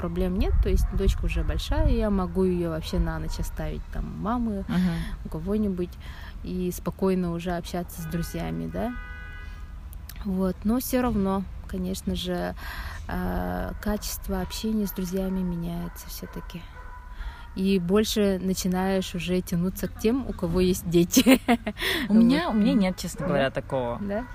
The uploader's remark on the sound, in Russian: Сегодняшний выпуск наполнен кучей лишних звуков и шумов